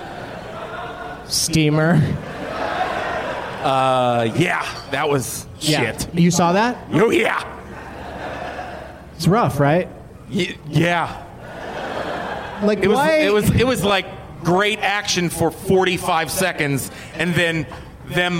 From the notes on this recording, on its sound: Live from The Improv in Pittsburgh, PA